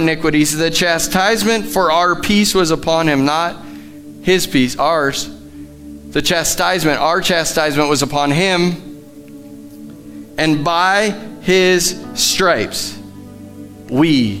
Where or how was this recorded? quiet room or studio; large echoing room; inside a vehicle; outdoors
large echoing room